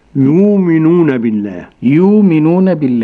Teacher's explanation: بإبدال الهمز الساكن بعد متحرك